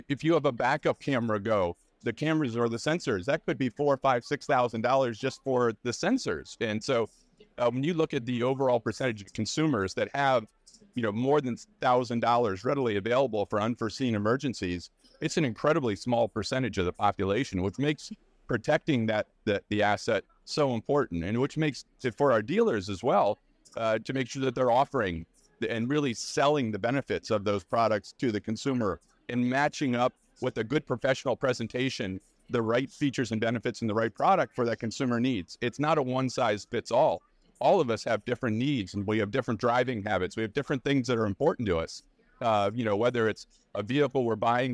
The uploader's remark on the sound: "Live" from NADA 2024